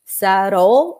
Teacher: It's like a mini schwa. Subtle, there is a schwa, but it's really swallowed.